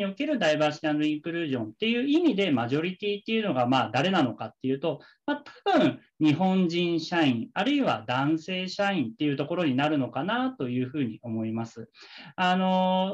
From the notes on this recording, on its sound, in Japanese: 〇方 法：ウェビナー（Zoomでのオンライン配信）